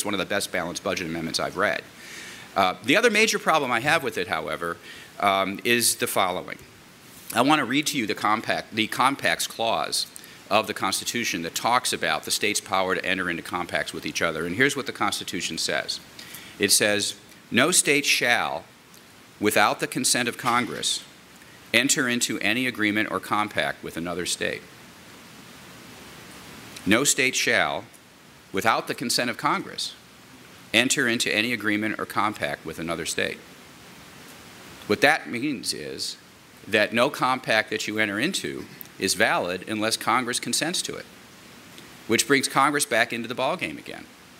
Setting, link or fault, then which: setting, live audience